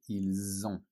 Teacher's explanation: the S here sounds like a Z. Like a Z.